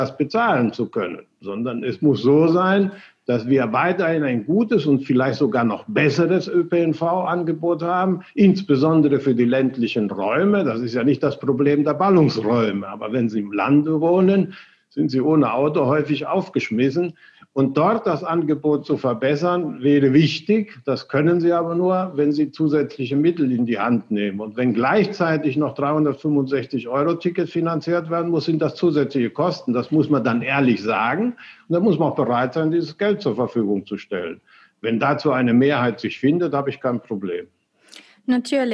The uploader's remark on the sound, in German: das Interview über Zoom geführt